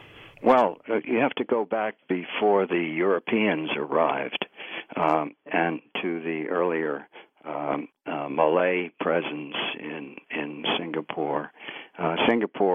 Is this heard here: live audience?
no